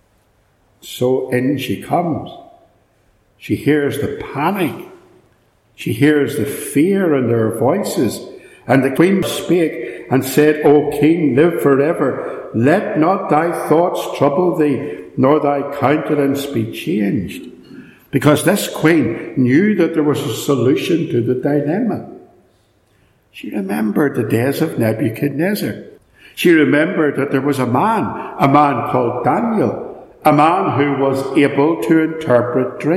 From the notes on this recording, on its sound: This sermon was preached at Ballymacashon, so there is some echo.